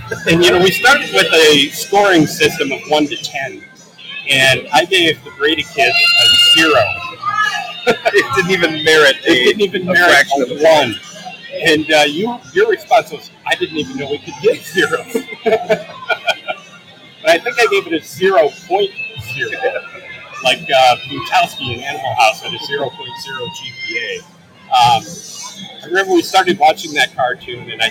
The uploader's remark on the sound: Live From QuadCon Dubuque